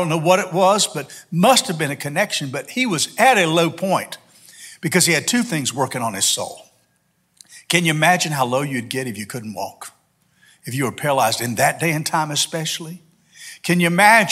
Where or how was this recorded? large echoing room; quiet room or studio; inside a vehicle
large echoing room